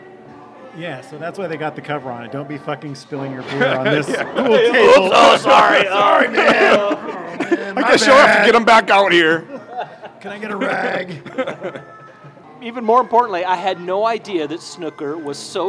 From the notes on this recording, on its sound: Recorded live at Eastlake Zoo Tavern with absolutely no view of a lake so don't ask. Don't you dare call it billiards since this is a snooker table, bitch.